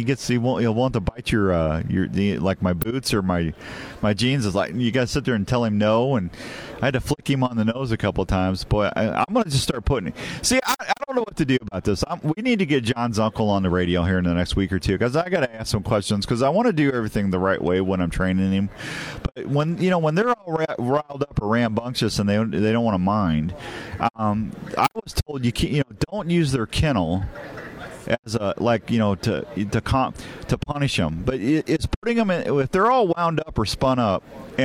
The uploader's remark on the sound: Live from the Iowa Deer Classic.